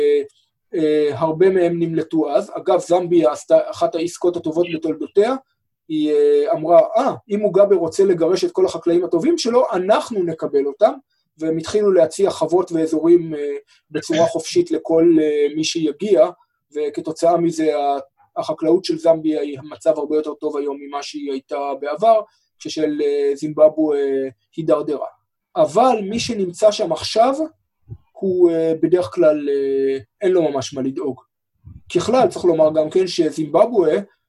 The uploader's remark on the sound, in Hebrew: הקלטה דרך זום